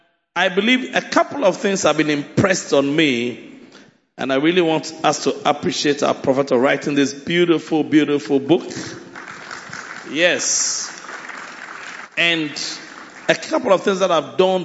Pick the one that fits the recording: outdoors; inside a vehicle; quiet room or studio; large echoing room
large echoing room